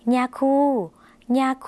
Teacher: ย่อยุ่งในภาษาลาวออกเสียงขึ้นจมูกนะคะ